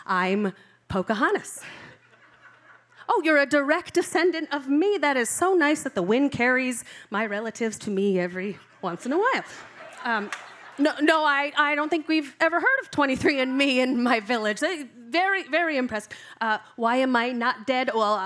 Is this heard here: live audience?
yes